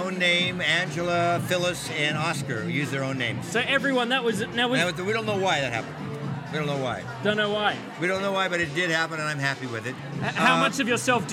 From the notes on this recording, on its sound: live from the 2011 MTV Movie Awards Gift Suite